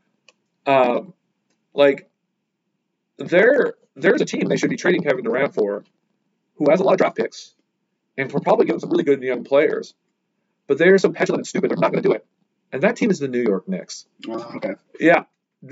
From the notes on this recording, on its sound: Apologies that the audio quality wasn't up to our usual standards due to some technical difficulties (user errors)